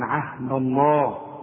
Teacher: الذين ينقضون عهد الله، لفظ الجلاله ما دام مفتوح، ما دام لفظ الجلاله يسبق حرف مفتوح عهد الدال دي ما دام مفتوحه، نفخم لفظ الجلاله نقول عهد الله.